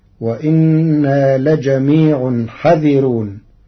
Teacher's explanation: قرأ ورش كلمة حاذرون بحذف الألف بعد الحاء مع ترقيق الراء